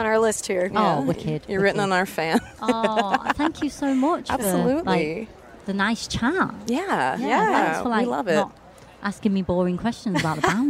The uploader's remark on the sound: Live from Warped Tour!